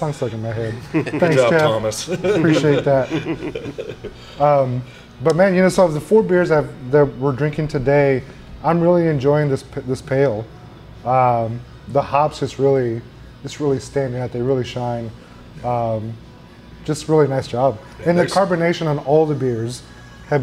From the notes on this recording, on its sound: we recorded at DECA Brewing in Porter, TX